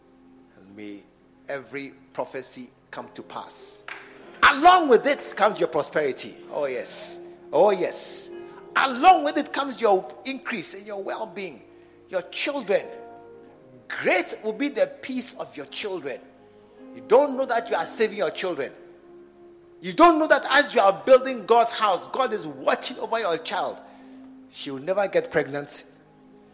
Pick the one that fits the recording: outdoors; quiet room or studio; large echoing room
large echoing room